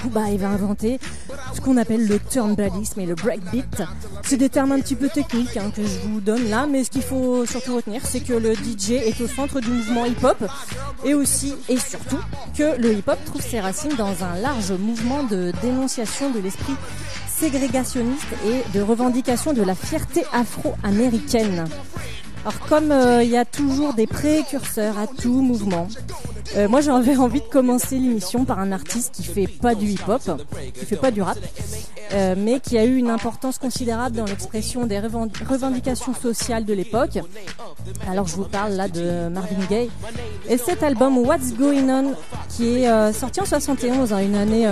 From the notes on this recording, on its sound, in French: En direct du Temps Machine (37) dans le cadre de l’évènement « les weekends hip hop » organisé dans 4 villes de France.